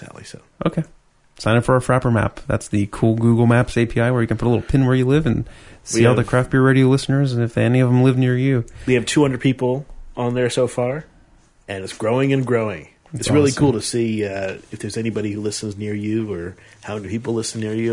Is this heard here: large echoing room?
no